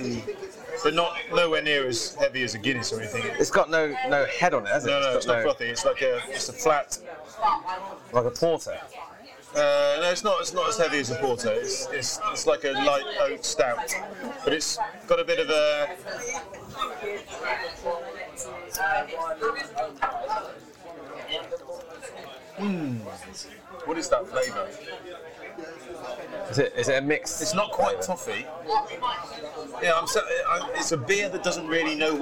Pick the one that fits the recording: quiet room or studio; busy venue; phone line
busy venue